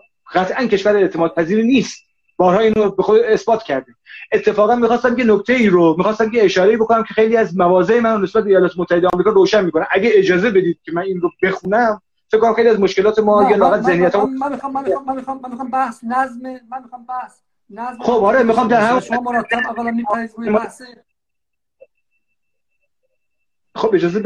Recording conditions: video call